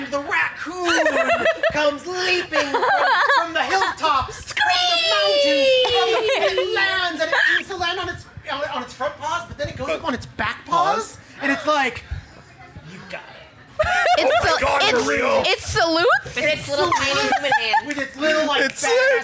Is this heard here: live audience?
yes